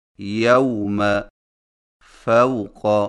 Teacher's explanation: واویلین کو واوے مدہ کی طرح کھینچ کر نہیں پڑھا جاتا بلکہ اسے نرمی کے ساتھ بغیر کھینچے پڑھا جاتا ہے